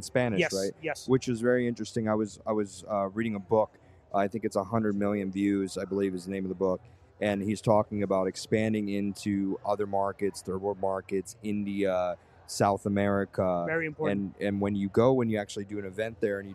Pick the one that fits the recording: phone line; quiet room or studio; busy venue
busy venue